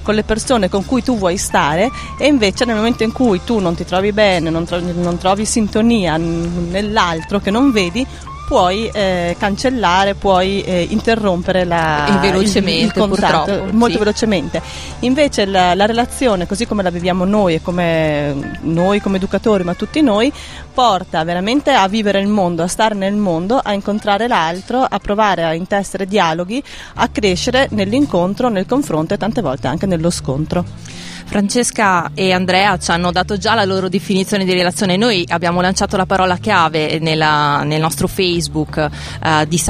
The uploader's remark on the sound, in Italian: In questa puntata speciale in esterna, in diretta da piazza Mostra in occasione dell'evento "Una vita da social", organizzato dalla polizia postale